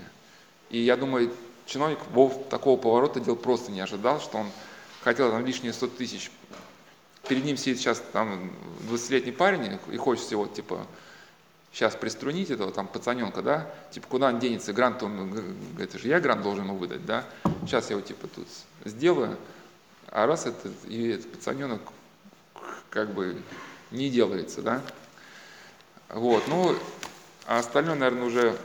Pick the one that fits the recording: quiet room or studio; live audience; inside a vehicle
live audience